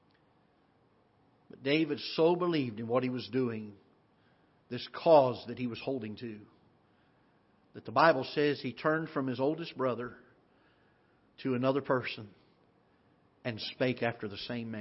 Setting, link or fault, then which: setting, large echoing room